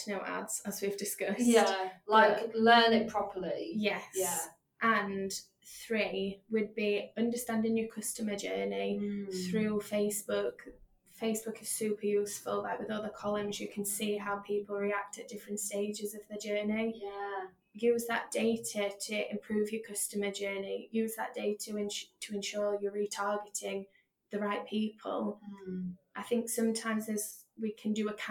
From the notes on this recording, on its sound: This was recorded on the fly so apologies for the slight sound quality issue!